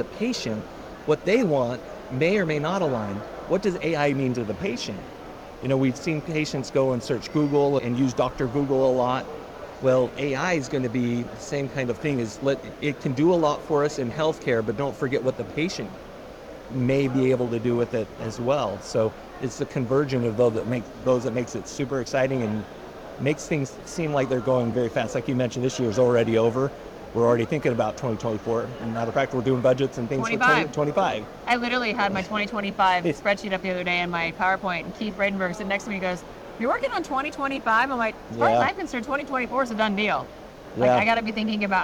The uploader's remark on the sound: Today on the Conference channel, it’s a double Interview in Action live from the 2023 CHIME Fall Forum.